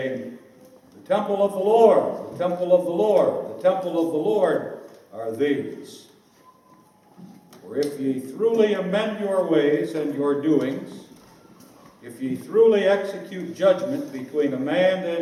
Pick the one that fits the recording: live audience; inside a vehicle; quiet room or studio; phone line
live audience